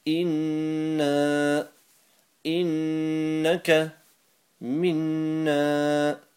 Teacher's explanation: Noon with a tashdeed, in, nasal sound 1 second long · Term: Gunna